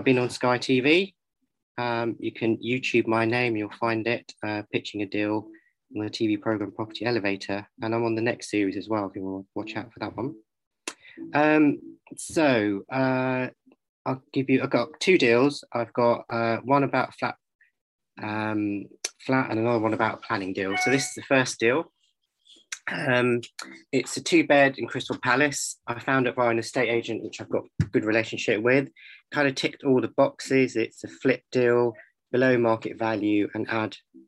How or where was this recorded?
video call